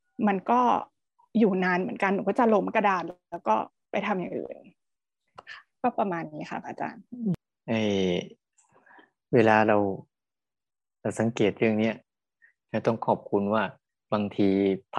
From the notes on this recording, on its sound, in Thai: เป็น 1 ใน 3 คอร์สออนไลน์ (ผ่านโปรแกรม Zoom)